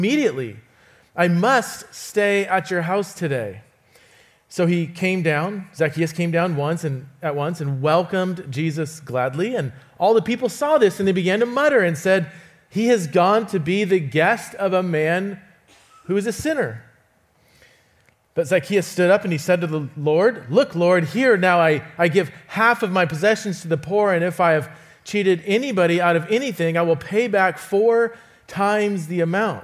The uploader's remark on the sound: visits Resonate Church to teach